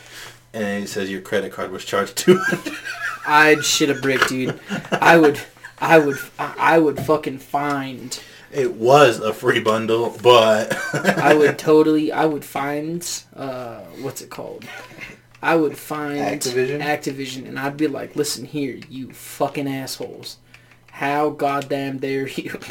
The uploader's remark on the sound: We were actually playing Call of Duty while recording and just having ourselves a fun little talk.